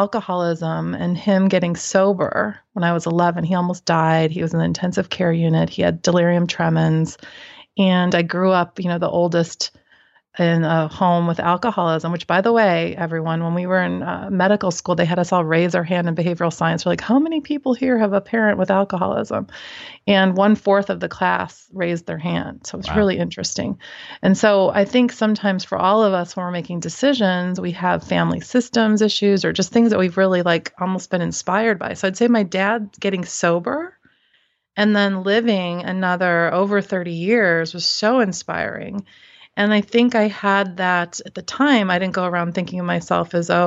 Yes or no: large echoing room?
no